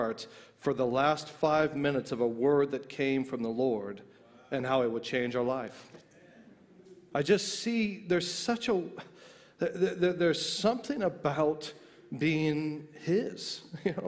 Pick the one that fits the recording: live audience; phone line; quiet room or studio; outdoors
live audience